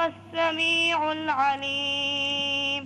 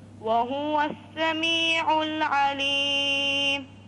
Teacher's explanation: لا تسكن الهاء، وهو خطأ. · Shown in: second take